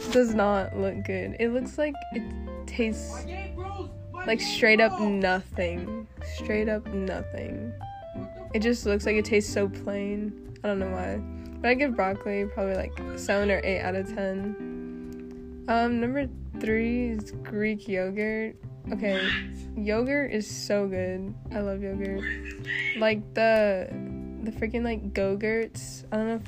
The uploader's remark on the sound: I am so sorry about the background noise lmfao if you listen you’ll know why.